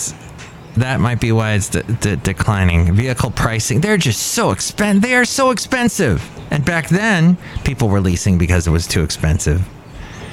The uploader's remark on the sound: podcasts live from Café Anyway